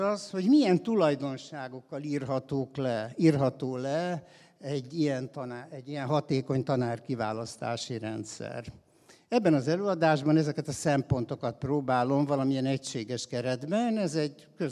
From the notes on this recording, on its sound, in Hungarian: a hatodik Qubit Live-on tartott előadásában